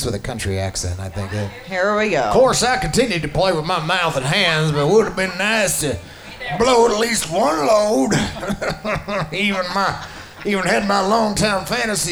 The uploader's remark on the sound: We take our show on the road and do our podcast live from Whispers Vegas Lifestyle parties.